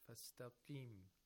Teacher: Actually, qaf, we use the deepest part of the tongue and the roof of the mouth right above it, which is the soft palate, qa. And we raise the root of the tongue and pronounce qa from its own place of articulation, but we spread the lips, we drop the lower lip. Fastaqim. The shape of lips help us. · Term: lowest level of tafkhim